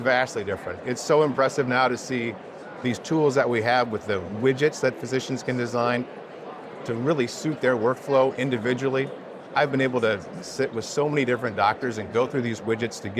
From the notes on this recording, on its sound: HIMSS '23. An Interview in Action live from HIMSS 2023.